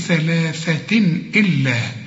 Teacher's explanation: شوف من نجوى، والجيم هنا عطشة وقلقلها، من نجوى، من نجوى ثلاثة، طلع لسانك في الثاء وفي الثاء اهي، وبعدين برضو في نهاية اللام مد عشان تقول ثلاثة، ثلاثة تنوين وبعده همزة، الهمزة من حروف الإظهار ما تغنش